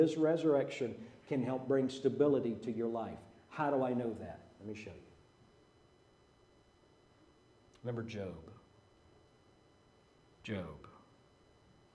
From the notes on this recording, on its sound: Preached at Maranatha Bible Church